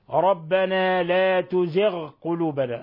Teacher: لاحظوا تفخيم الغين لأن من حروف خص ضغط انقض